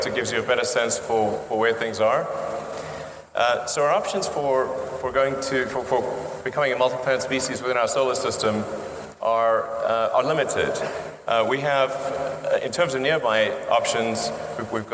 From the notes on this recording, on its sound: In this talk at the International Astronautical Congress in Adelaide just about a year ago